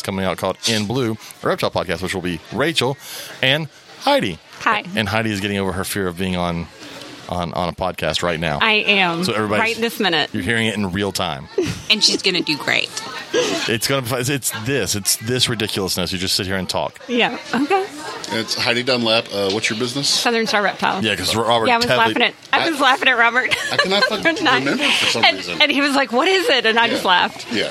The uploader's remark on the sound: This is a bonus episode we were able to record while at the HERPS Exotic Reptile and Pet Shop Grand Opening.